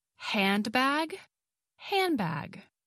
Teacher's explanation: The sound b is produced by pressing the lips together. So the n sound is affected by the b sound in bag. The sound becomes m, a combination of a nasal sound and the labial sound. The d sound is then dropped. · Term: assimilation